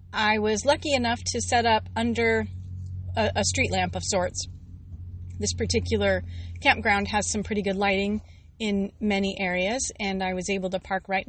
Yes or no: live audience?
no